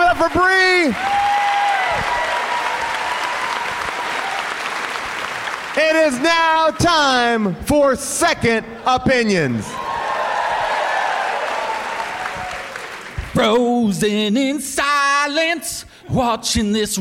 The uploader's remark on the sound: Live from Onion Fest in Chicago